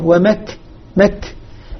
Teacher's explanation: انحبس الصوت للحظة ثم يجري النفس · Term: الهمس بعيد الشدة